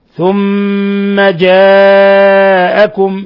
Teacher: اتصلت الهمزة بحرف المد في نفس الكلمة، يمد من 4 حركات إلى 5 حركات · Term: مد متصل